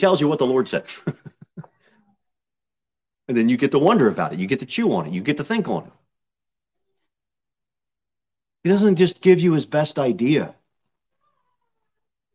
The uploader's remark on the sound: Sermon delivered at Pilgrim Baptist Church on Sunday, September 18, 2022 at 6:15 pm.